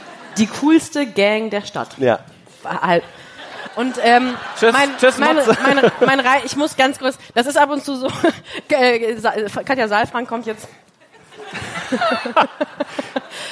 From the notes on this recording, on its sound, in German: Live in Hamburg. "Die Schaulustigen" haben ihren Podcast das erste Mal live vor Publikum aufgezeichnet, im Hamburger Mojo Club bei der Langen Nacht der ZEIT.